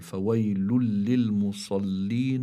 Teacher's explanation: فهذه النون الساكنة اللي هي متضمنة بالتنوين تدغم في اللام، لكن إدغام بغير غنة، بسموه إدغام كامل، بسموه إدغام كامل لكن بلا غنة.